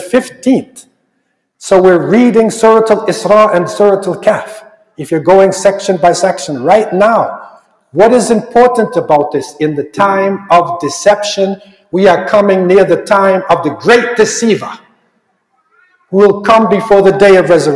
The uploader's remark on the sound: This Friday sermon was delivered at the Islamic Institute of Toronto.